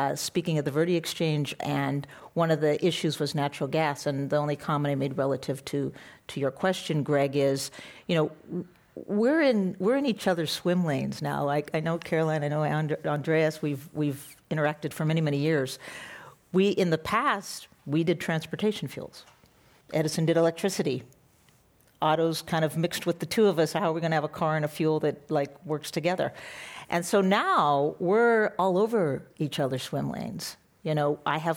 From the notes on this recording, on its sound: This program was recorded live at The Commonwealth Club in San Francisco on February 13, 2018.